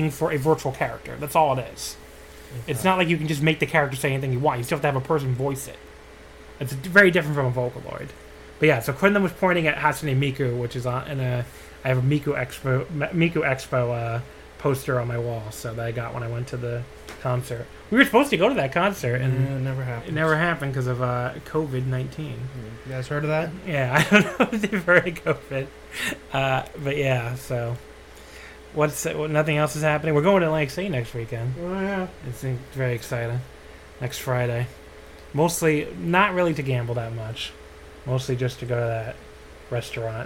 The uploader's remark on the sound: They start by apologizing for the fan in the background, which is quite loud, but it felt like 100 degrees in New York City when they recorded this and they didn't wanna die of heatstroke.